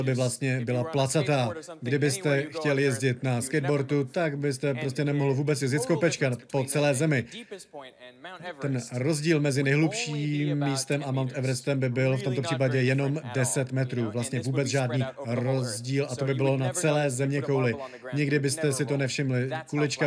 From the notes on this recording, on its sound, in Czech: Rozhovor s oběma jsme natočili na festivalu AFO v Olomouci.